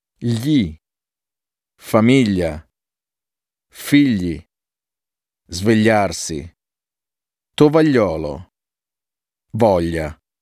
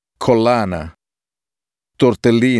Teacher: The combination GLI has a palatal sound like L in the word million. · Shown in: first take